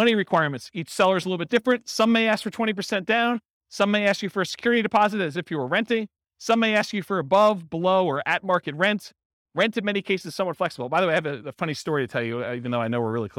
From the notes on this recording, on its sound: This was a live class recorded